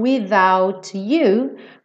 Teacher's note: uma palavra que termina em T seguido de you ou your, o T vira cha-cha-cha